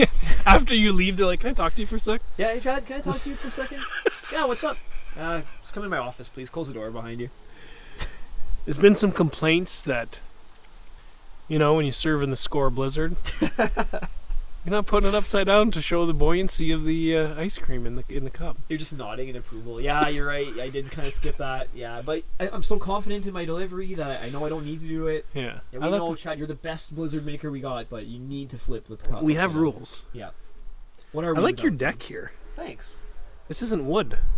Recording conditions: outdoors